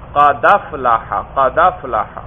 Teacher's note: دیکھیے اب قد افلاحا، قد الگ لفظ ہے، افلاحا الگ لفظ ہے، لیکن بات وہی اسی طرح ہوئی کہ حمزہ متحرک، ماقبل اس کے دال ساکن آیا، تو حمزہ کی حرکت دال کو دے دی اور حمزہ کو حذف کیا، کیا پڑا؟ قدف لاحا، قدف لاحا.